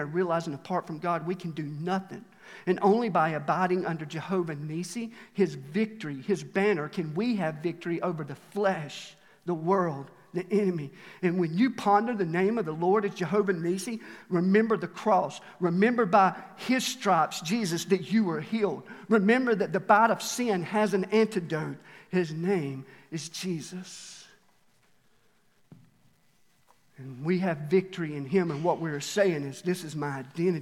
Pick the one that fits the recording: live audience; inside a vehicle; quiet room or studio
live audience